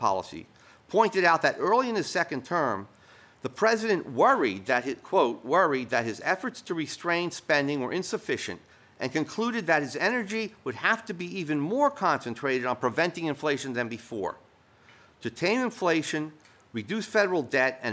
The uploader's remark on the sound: Recorded at the Mises Institute Supporters Summit in Auburn, Alabama, 12-14 October 2023.